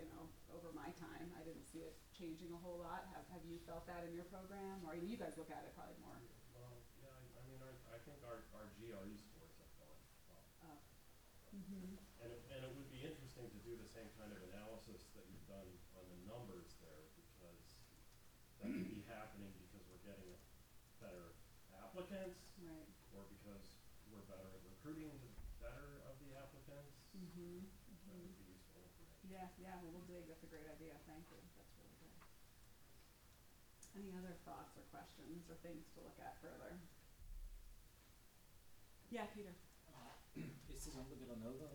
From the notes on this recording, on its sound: This is a recording of the annual Graduate Arts and Sciences Program Directors' Meeting, in which the Office of Graduate Studies gives an update on current and future affairs for the graduate programs.